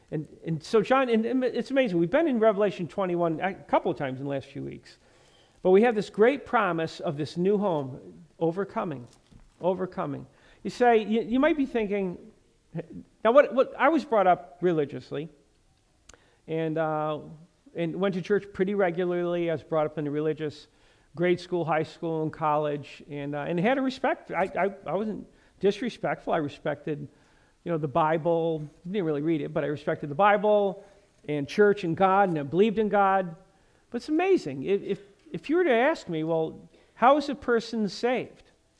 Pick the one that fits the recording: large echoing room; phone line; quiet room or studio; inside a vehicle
large echoing room